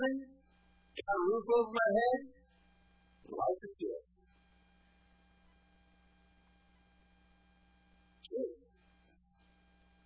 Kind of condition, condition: setting, large echoing room